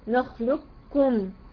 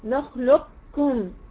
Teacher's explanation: طب لو هي فيها ادغام كامل يبقى ما فيش، كأن القاف دي مش موجودة، نخلقكم. طب لو فيها ادغام ناقص نخلقكم، استعلي بقاف واجيب الكاف · Shown in: second take